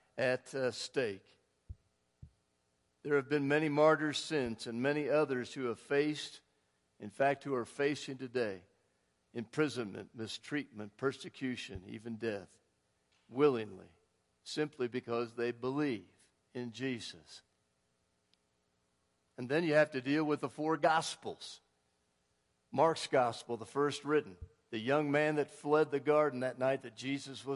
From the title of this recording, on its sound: Woodland Life Church Live